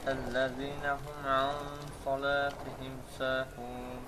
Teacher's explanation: sad hərfi qalın hərflərdəndir və bu zaman səs də qalın olmalıdır · Term: ixfa